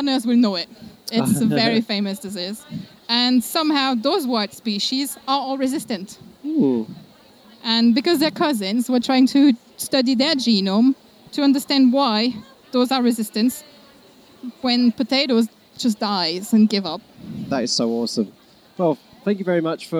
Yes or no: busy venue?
yes